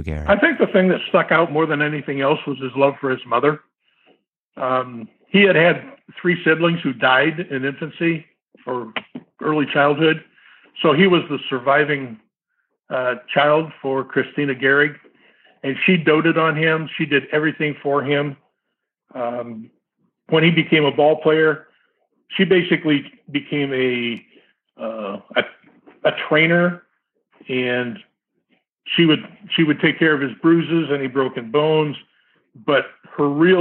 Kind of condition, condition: link, phone line